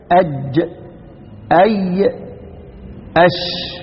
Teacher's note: انحصار ما بين اللسان وشجر الفم اللي هو الحنك الايه الحنك الاعلى. · Term: الشجرية